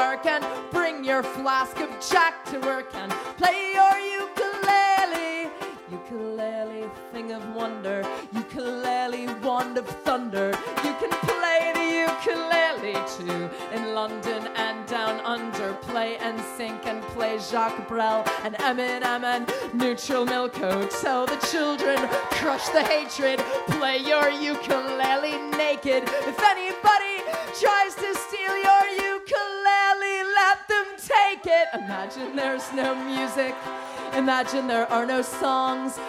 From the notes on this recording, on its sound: Live From The Newport Folk Festival, 2013. Recorded live in concert from the 2013 Newport Folk Festival.